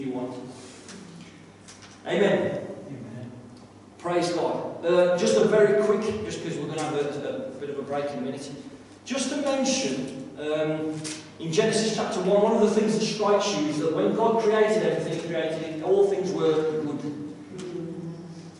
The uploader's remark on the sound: This is a live recording of the bible study, so at times audio quality may be low